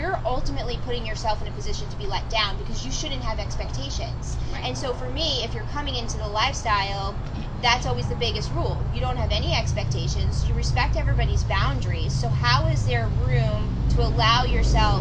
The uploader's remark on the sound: A panel of guests. This was recorded the morning after Secret Sinsations hotel takeover, outside in the beautiful sunshine.